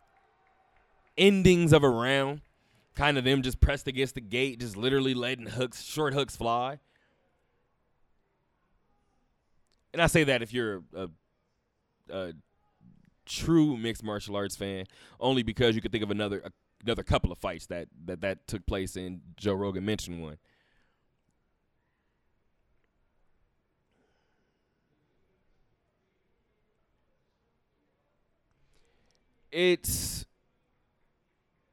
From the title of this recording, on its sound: Live from Westgate